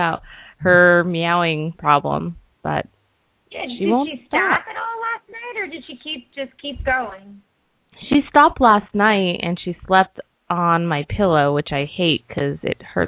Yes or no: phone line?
yes